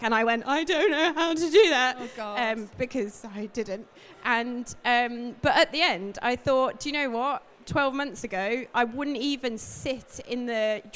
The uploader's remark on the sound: Today’s setting is slightly different from our previous ones, we’re sat on stage at Manchester Coffee Festival with a live audience while this is being recorded.